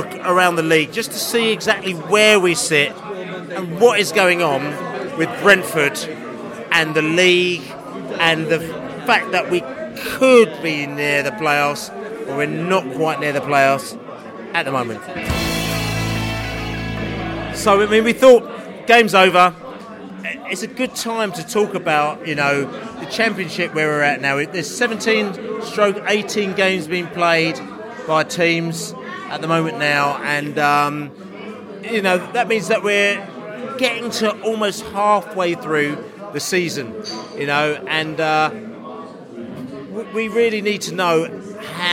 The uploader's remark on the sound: podcast from the pub